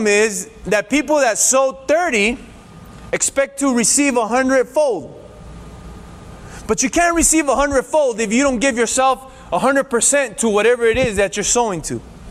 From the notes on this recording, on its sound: Recorded at freedomcentre church, Preston on Sunday 2nd August 2020